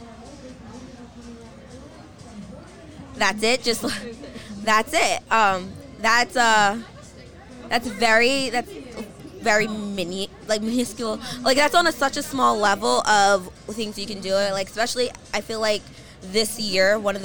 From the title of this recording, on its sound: Live from Head of the Charles Regatta